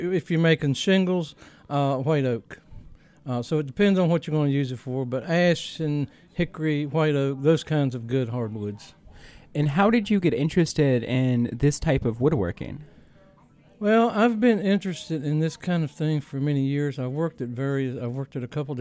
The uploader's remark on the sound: Recording made at the Virginia Folklife Apprenticeship Showcase on September 21, 2014.